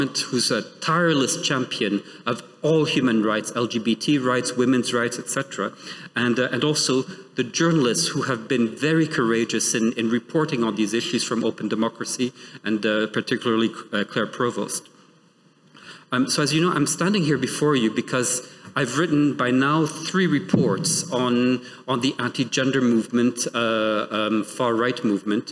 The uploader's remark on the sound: The following episode is a recording of the event